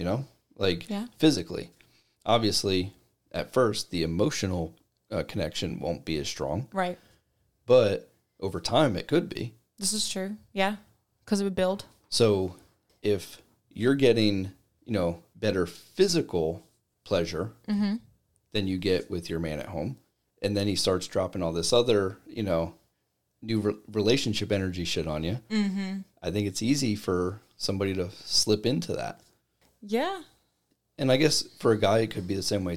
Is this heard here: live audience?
no